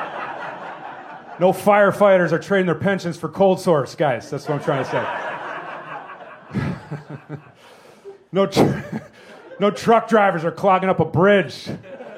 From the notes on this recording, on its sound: Recorded live from the Green Mill in Chicago.